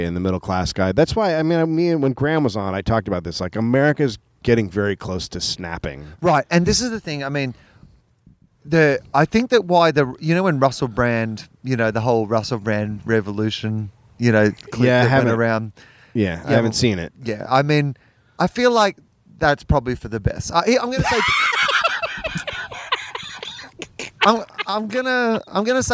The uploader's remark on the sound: On the roof. The sweet sounds of LA at night.